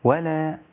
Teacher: ولا اللام بعدها الألف، والألف هذه مد طبيعي حركتين